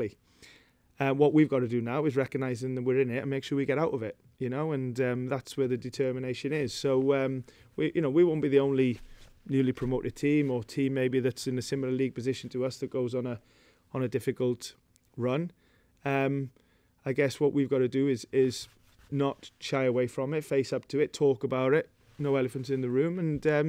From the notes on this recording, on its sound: Pre Match Press Conference.